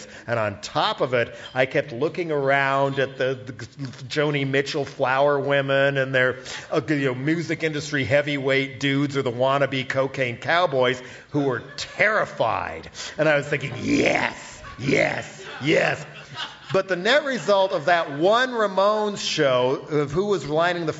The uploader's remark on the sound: We talked with him at our live show in San Francisco.